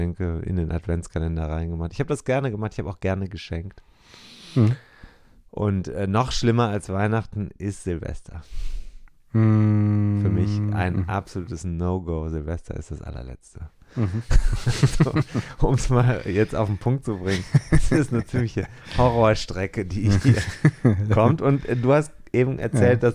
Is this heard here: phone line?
no